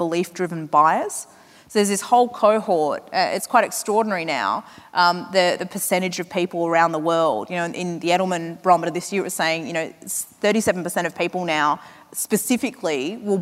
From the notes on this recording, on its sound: From 2018's Flying Solo Live